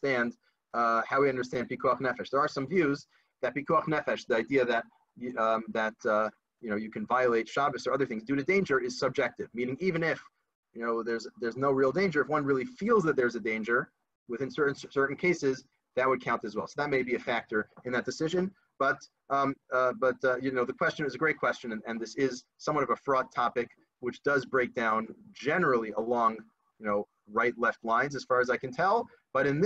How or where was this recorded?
video call